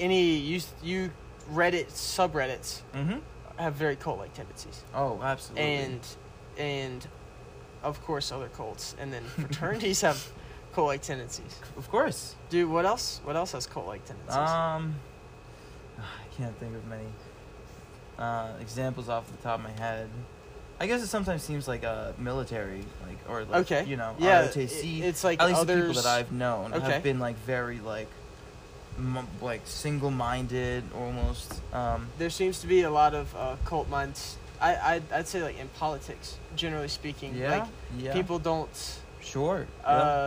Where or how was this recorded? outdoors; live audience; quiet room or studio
outdoors